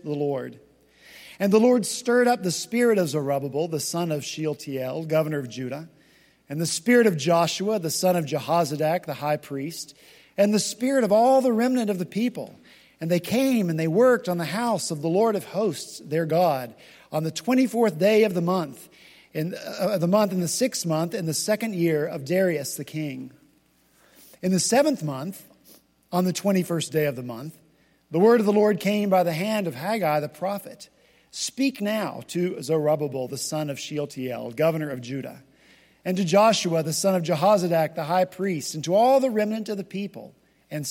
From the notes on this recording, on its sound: delivered the first sermon of the first gathering of the newly formed Lowcountry Presbytery.